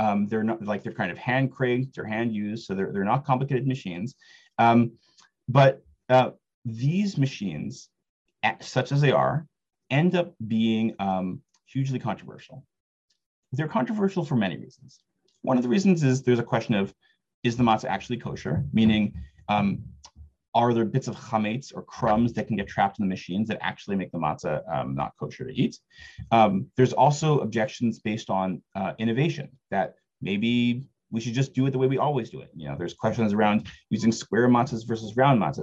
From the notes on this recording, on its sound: This audio was originally captured from Zoom